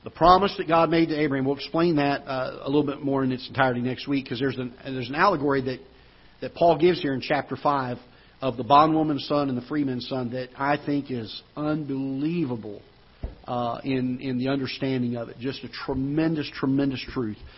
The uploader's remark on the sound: Ketha Heights Baptist Church ~ Live Broadcast